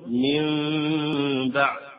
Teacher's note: أن يكون جسرا بين النون والباء، فعند النطق نقول من باء، فهي ميم مخفى، ليست ميم خالصة، وإنما هي ميم مخفى